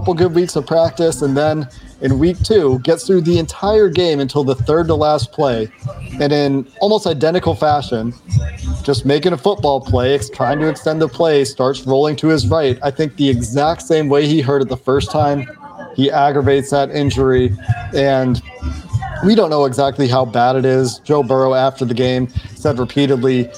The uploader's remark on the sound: We apologize for the background noise. Was at Dodger Stadium at the time of this recording.